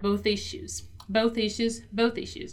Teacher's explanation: when we have a word that ends in TH with that sound and the next word begins with a vowel sound like issues, we are also gonna link them together and say as if they were only one word.